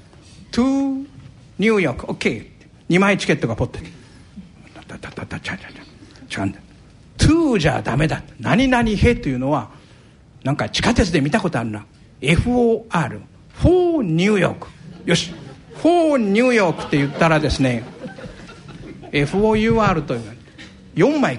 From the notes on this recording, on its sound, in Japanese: ラジオＮＩＫＫＥＩの新社屋がある虎ノ門琴平タワーにて開催された、ラジオＮＩＫＫＥＩ開局６０周年記念「マーケット・健康寄席」の模様をお送りします。同公開録音の後半部分をお聞きいただきます。講演会『投資の極意』の模様。